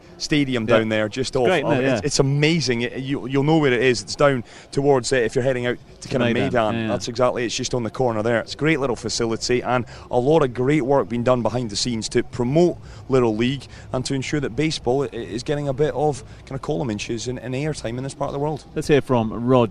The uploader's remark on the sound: From the rooftop garden of Barasti. Back at Barasti, where the game is always on.